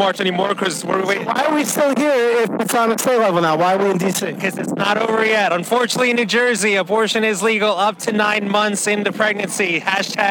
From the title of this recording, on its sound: Live From The March For Life in D.C.